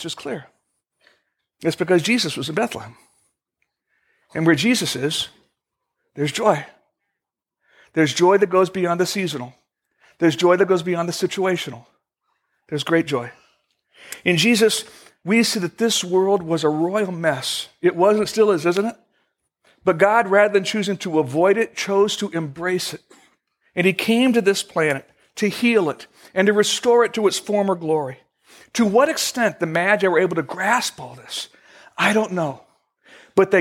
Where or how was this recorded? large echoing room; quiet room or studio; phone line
large echoing room